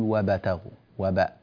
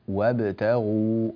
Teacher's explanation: لا تميل القلقلة إلى الفتح · Shown in: second take · لا تقول وابتغوا وباء، لا، وابتغوا هكذا.